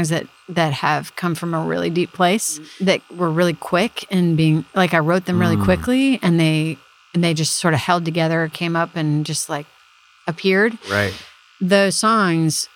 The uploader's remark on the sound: Met in her backyard to record this episode.